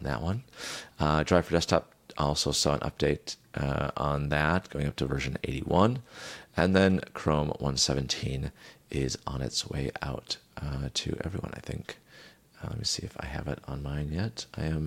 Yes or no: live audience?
no